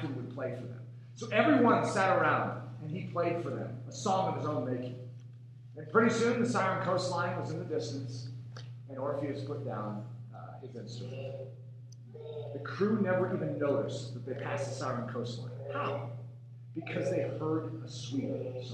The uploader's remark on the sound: Please forgive us for the audio quality of this sermon.